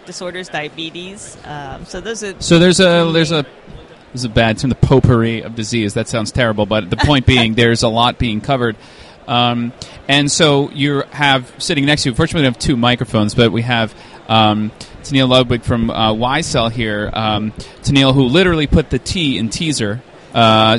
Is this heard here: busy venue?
yes